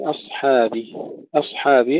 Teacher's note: الهمزة مرققة والصاد مفخمة وبقية الكلمة مرققة. كثير من الإخوة أيضا أصحابي، أصحابي الجحيم، يفخمون الهمزة ويفخمون الحاء، وكله خطأ.